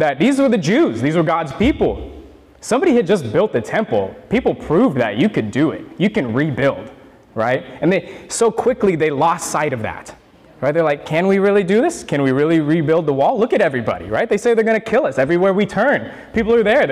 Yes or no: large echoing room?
yes